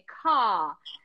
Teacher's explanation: você não vai ouvir o R no final das palavras em um britânico ou num irlandês, assim, raramente, né?